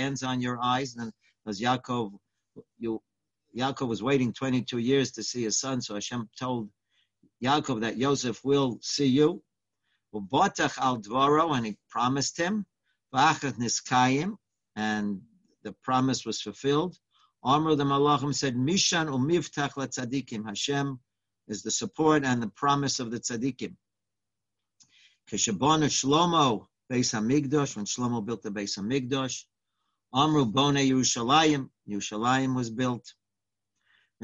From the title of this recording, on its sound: Live On Zoom